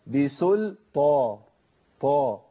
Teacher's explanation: لازم الطاء تطلع ايه مفيش تنفيس فيها خالص